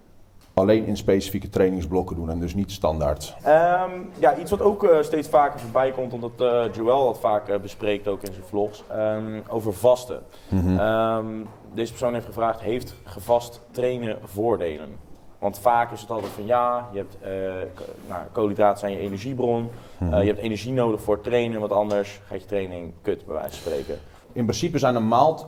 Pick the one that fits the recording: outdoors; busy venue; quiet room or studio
busy venue